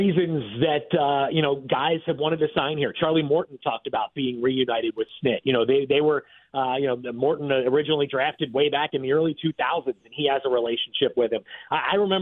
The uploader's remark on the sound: called into the show